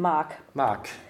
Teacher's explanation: we get a G that's spoken like a K